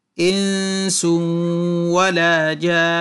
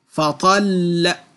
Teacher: كذلك الوقوف على المشدد، الحرف المشدد إذا وقف عليه يحتاج إلى ردة في اللسان وكأنها تشبه القلقلة حتى يظهر التشديد، كقولنا إنس ولا جان، هذه الردة للدلالة على التشديد، وهذا في بقية الأحرف كذلك، مثلا فطل.